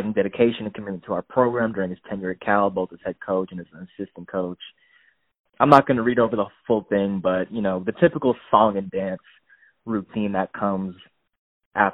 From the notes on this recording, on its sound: Frantically re-record another episode via phone call.